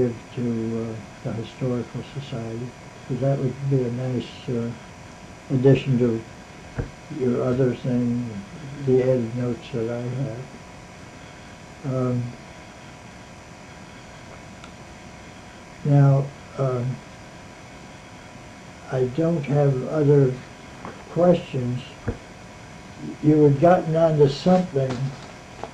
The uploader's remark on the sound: The recording is hard to hear